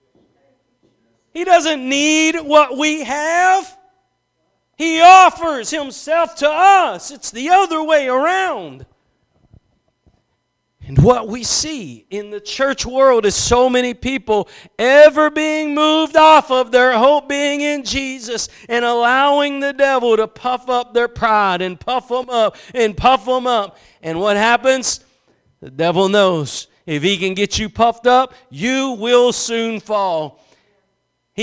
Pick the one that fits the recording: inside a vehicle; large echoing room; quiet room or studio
large echoing room